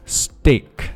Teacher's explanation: 中间的一个双元音 A 注意要发得非常饱满有滑动感